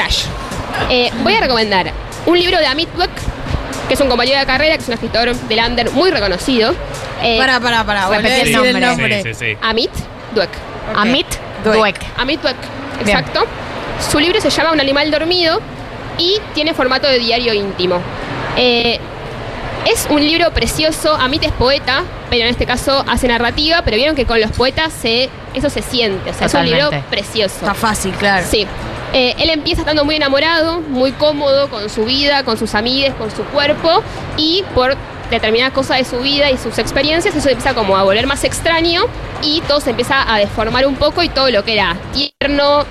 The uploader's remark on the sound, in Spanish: ¡Desde La Feria del Libro! Los problemas de sonido no son importantes porque tuvimos un programón en La Feria del Libro!